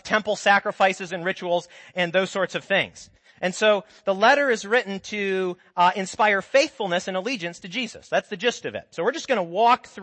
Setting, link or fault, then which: setting, large echoing room